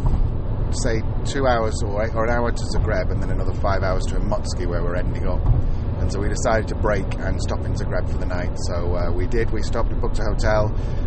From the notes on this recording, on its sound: Join us for live podcasts (from the car!) as we travel from the northern coast of Europe (Lithuania) to the southern coast (Croatia).